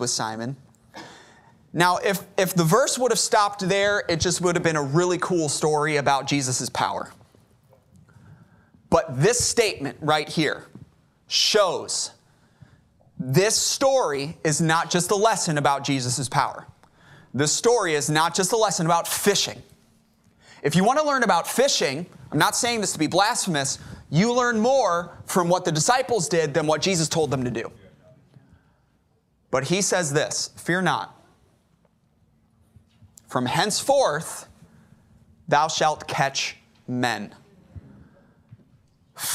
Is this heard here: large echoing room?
yes